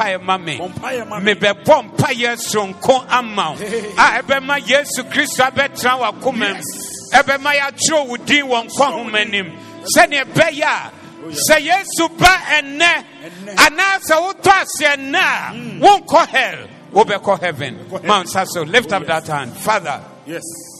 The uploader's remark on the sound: Preached at the Zeloo Service 17092023